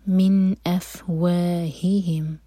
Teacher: ضمیر سے پہلے ہی پر زور تو افواہہم، پہلے ہاں پر زور دیں گے.